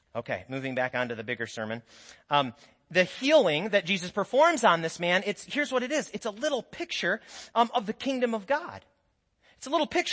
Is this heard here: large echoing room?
yes